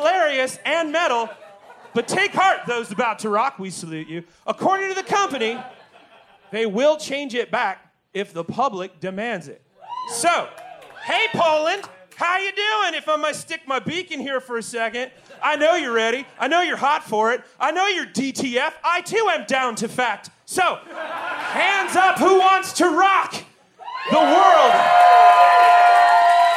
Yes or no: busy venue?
yes